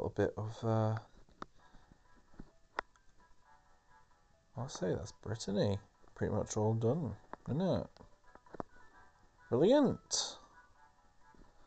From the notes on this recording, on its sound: TRASH AUDIO. This attempt to work out how best to record my phone from my phone. There are some really basic mistakes made, it's frankly embarrassing.